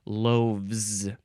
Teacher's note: The F becomes a V, and then you add the Z.